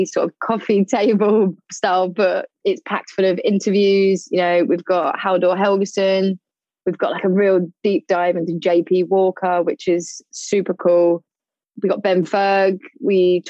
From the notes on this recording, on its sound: Full disclosure, there were a few sound issues on the Zoom calls for season two, but what it lacks in sound quality it makes up for in content.